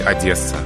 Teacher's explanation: Согласный «д» в этом слове нам надо смягчать.